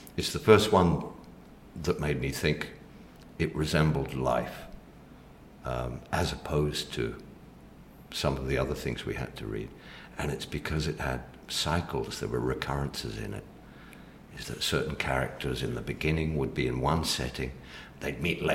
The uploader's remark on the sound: We are back at the Jaipur Literature Festival at Soneva Fushi in the Maldives